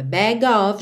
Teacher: é bag of, juntinho, o G no O, tá bom? Bag of, OF com som de OV